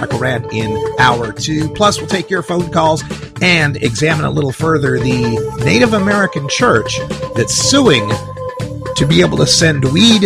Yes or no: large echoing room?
no